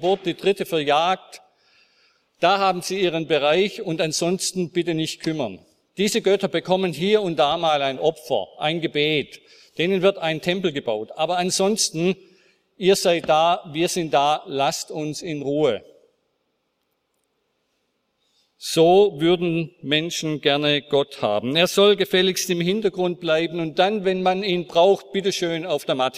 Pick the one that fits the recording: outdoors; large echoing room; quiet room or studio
large echoing room